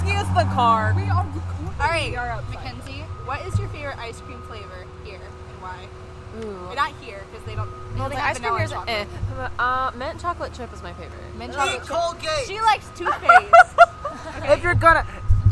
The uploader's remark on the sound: After Hours.......Outdoors. Past curfew....OUTSIDE. Get the full outside audio of us and our amazing audience as we goof off.